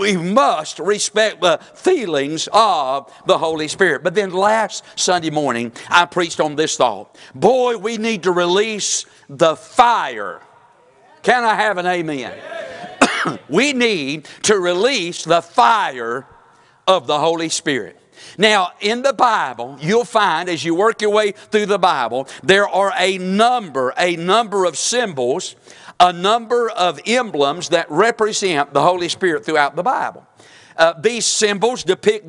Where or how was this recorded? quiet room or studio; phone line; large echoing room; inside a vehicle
large echoing room